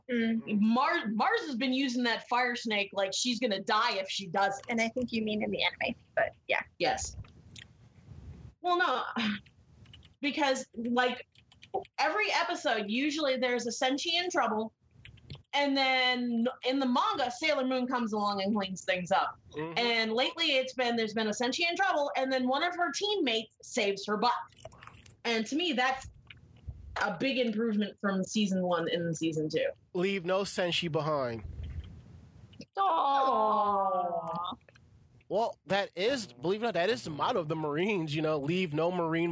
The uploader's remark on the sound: There are some audio issues with this podcast.